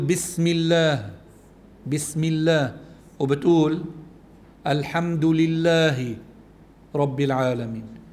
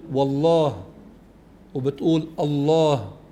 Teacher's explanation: إذا كان ما قبل لام لفظ الجلالة مكسور ترقق اللام · Shown in: first take